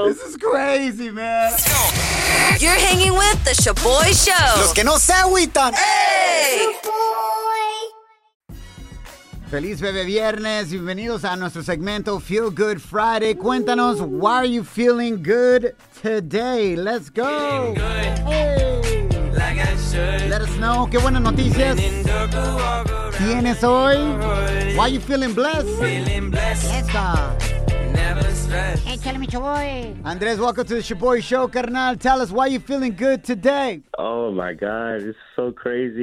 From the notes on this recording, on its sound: We opened up the phone lines and asked our listeners. We play audio messages we haven't shared on the show.